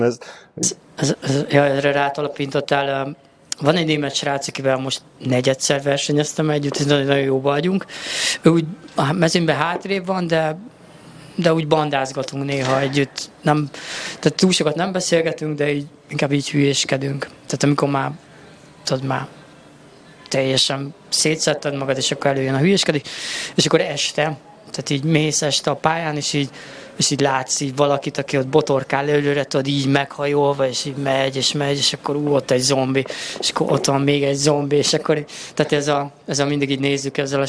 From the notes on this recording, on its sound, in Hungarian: A felvétel helyszínét a MAD DOG CAFE biztosította